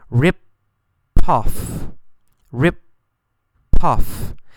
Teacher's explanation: R-I-P-O-F-F. However, when we pronounce it, we actually say the P two times.